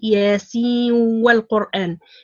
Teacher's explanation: إذا لو أخذنا لو يعني أدغمنا النون في الواو يعني ياسين والقرآن · Term: إدغام النون في الواو